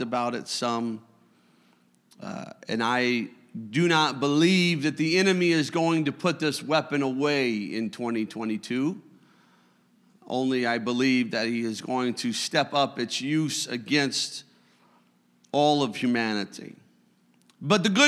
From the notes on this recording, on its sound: You are listening to a service recording from Connect Point UPC!